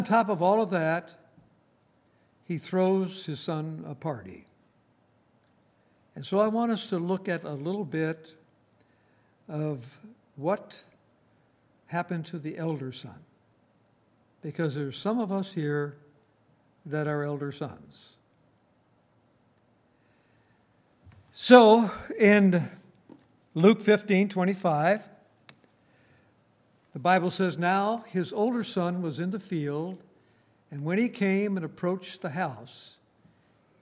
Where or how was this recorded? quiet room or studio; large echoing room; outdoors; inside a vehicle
large echoing room